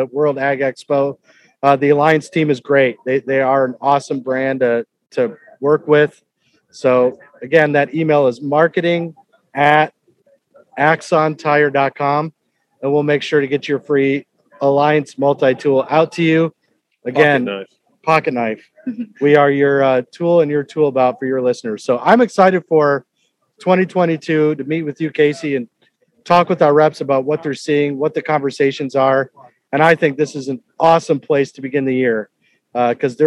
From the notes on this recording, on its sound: Live From the World Ag Expo. Live from Tulare.